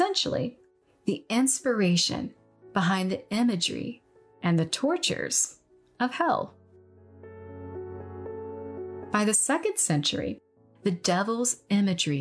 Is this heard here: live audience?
no